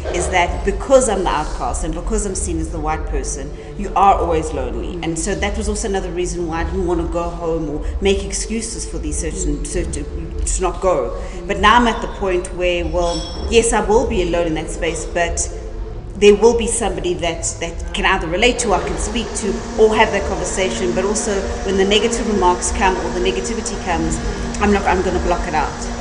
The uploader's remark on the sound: The first live recording of The Cheeky Natives